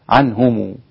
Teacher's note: العرب يضمون الميم وهي لغة أهل مكة